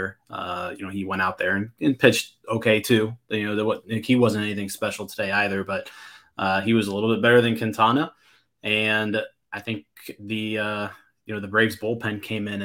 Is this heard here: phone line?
no